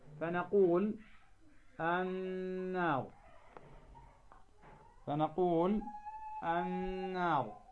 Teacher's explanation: فلا بد إذن أن نظهر الغنة بمقدار حركتين لا أكثر